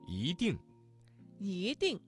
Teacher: 一在四声之前，它的读音就变成了二声 · Term: 语流音变